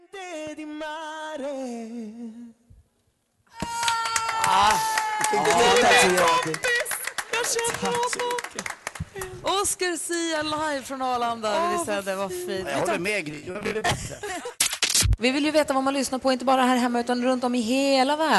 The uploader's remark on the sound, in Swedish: Live från Arlanda! Tävlar med resenärer på plats!